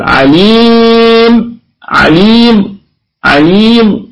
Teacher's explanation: طب ازاي نقف على الإشمام؟ نقف بالسكون الكامل ثم نشير بالشفتين إشارة للضم